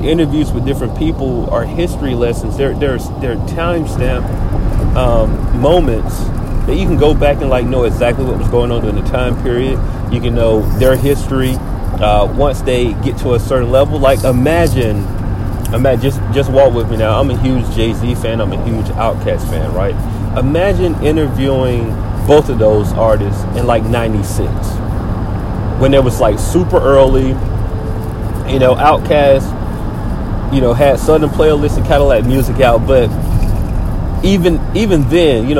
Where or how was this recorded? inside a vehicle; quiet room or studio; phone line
inside a vehicle